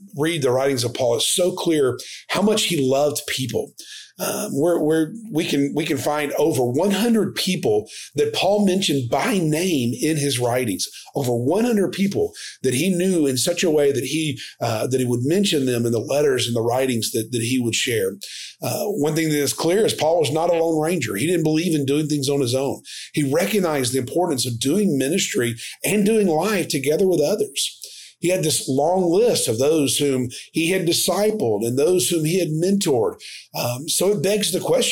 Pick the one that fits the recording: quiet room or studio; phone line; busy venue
quiet room or studio